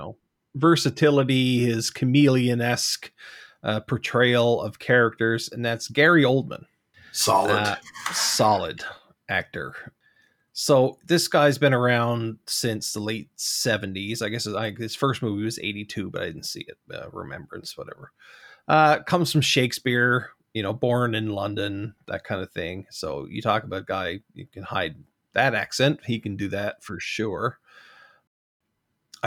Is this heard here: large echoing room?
no